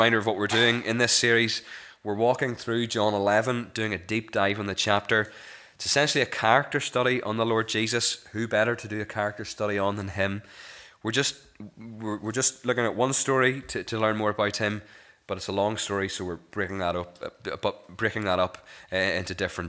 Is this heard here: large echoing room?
yes